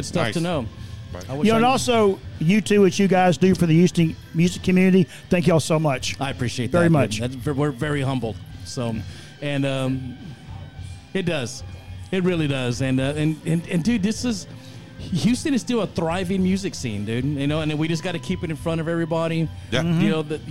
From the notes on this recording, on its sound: This episode was recorded live at the Russ Driver Benefit on July 9 in Houston, TX.